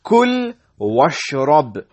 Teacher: So we join the waw with the sheen.